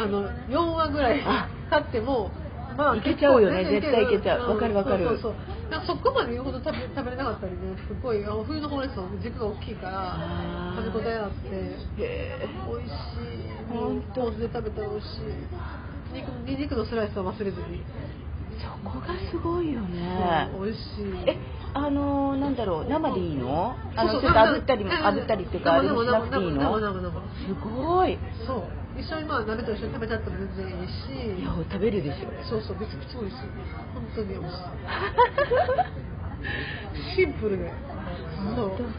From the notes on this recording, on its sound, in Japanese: 12月の東京ぶらり飲み歩き編。リアル居酒屋トーク。リアル収録ならではの雰囲気をお楽しみ下さい。